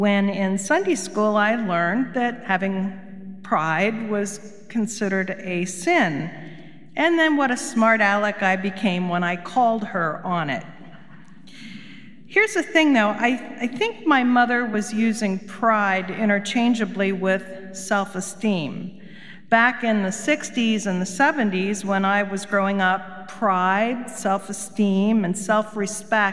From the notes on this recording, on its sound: Recorded live at Beatitudes Church in Phoenix, AZ.